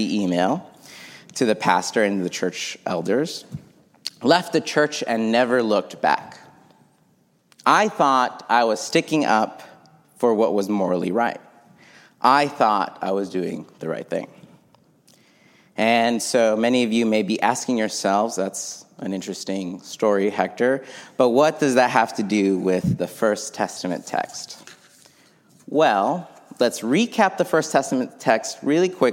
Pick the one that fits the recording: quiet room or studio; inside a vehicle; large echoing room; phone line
large echoing room